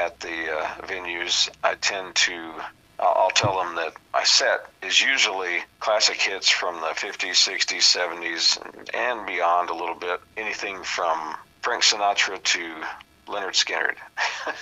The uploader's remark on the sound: on the phone